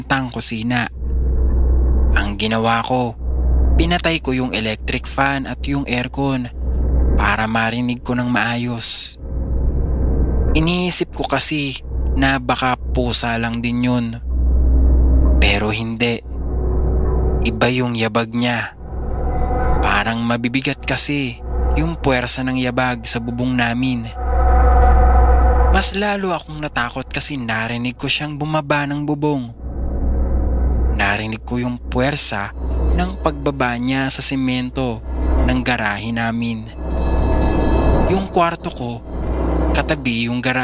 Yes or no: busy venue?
no